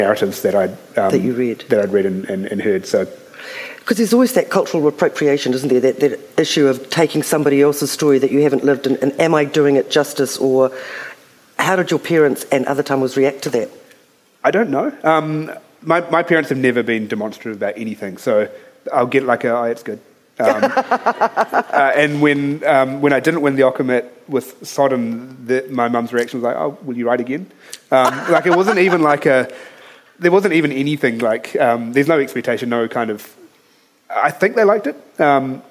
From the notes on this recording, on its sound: Speaking at the 2021 Marlborough Book Festival